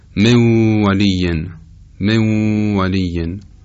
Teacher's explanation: ادغام نون در واو همراه با غنه است، مع الغنه است، یعنی همراه با خروج صدا از حفره بینی است. این در واقع حالتی است که خود نون داره.